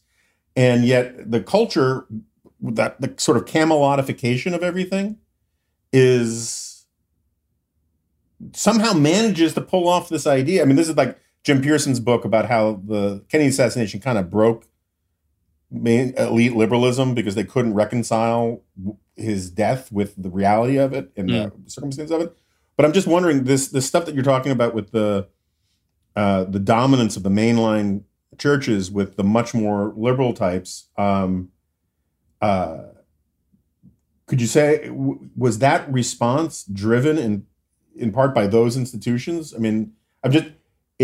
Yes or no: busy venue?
no